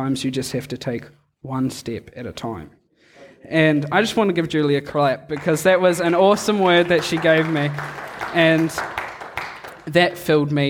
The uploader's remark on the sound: Recorded live on Sunday morning, 17 July 2002 at Harvest Life Church, Blenheim, New Zealand.